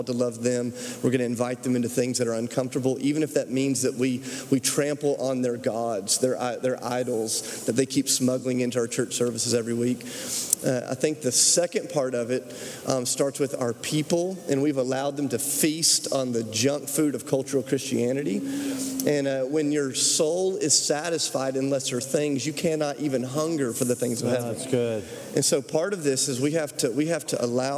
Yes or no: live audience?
yes